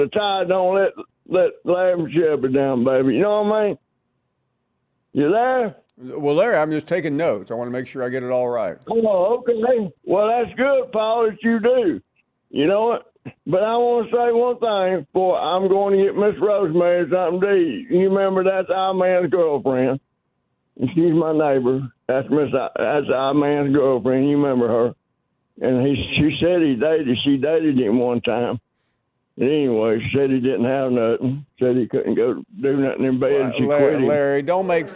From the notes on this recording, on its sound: we continue with more of your phone calls